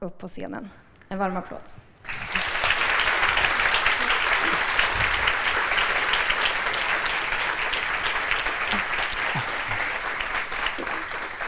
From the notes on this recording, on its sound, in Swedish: Den 29 januari 2020 anordnades en studentafton